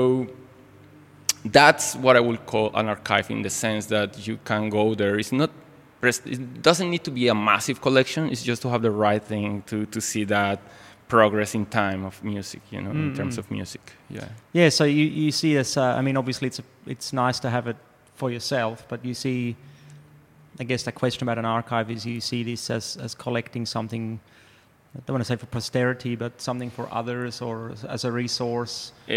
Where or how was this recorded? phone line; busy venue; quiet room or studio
busy venue